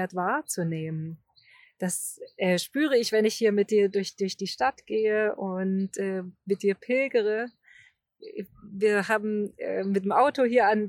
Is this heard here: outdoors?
yes